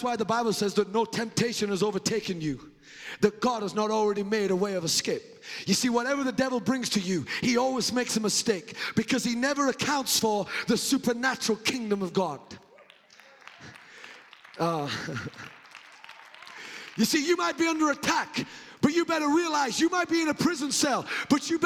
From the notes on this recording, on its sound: The Lord's Prayer is a powerful sermon recorded during the Bay Revival. The Bay Revival is a spiritual awakening of the Christian faith that started at the Church of His Presence in Daphne, Alabama.